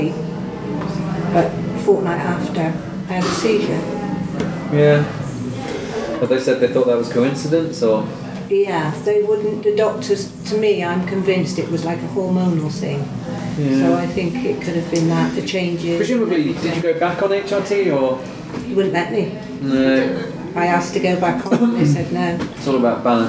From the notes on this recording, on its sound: Podcast Recorded at: Bristol Epilepsy Support Group Monthly Meeting